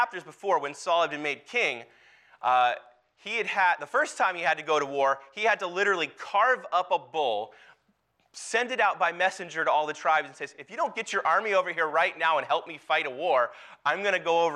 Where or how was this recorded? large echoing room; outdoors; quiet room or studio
large echoing room